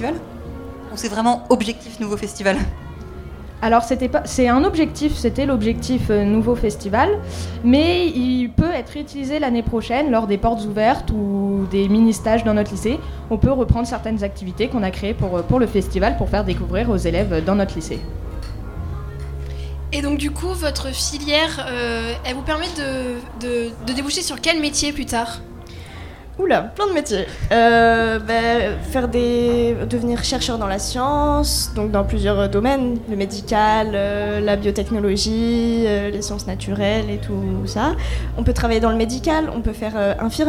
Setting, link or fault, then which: setting, busy venue